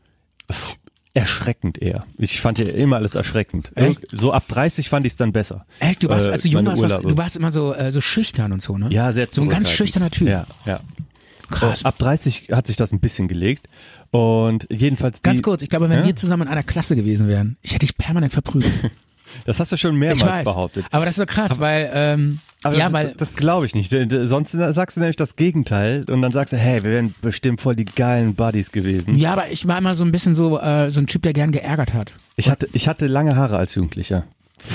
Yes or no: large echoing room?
no